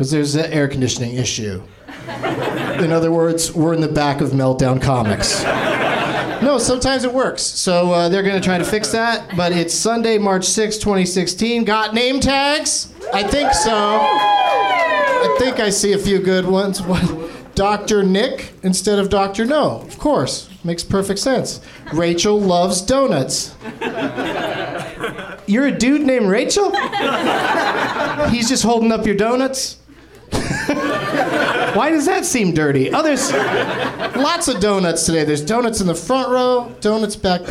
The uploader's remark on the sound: Live from the NerdMelt Showroom in LA